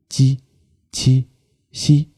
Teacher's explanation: 舌面的前部，轻轻地抵住或接近硬腭的前部来形成阻碍 · Term: 舌面音